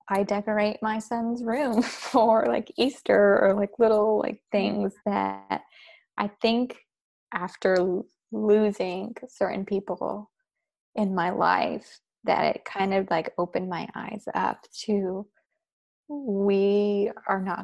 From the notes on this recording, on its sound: This is much less an interview and more a besties virtual hangout since we just hopped on zoom with a couple talking points and just chatted as normal!